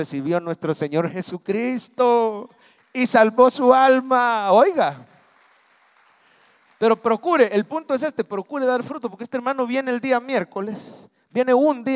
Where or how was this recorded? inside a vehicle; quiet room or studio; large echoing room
large echoing room